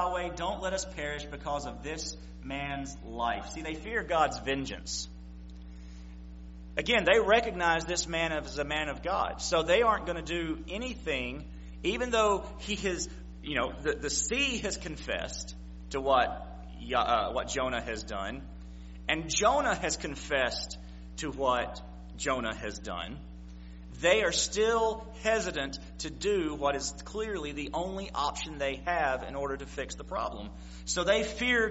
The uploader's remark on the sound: September 25, 2016 PM Service